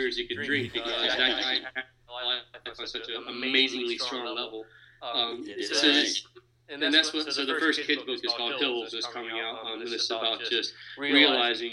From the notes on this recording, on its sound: It is unfortunate that it contains an echo.